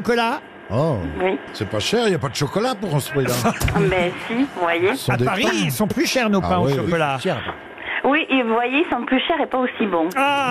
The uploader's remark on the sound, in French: Mais c'est sa belle sœur qu'elles ont eu au téléphone, qui était visiblement très occupée.